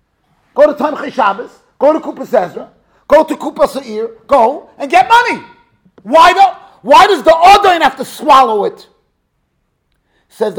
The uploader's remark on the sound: Shiur recorded in Yeshivas Ohr Reuven, Monsey, NY.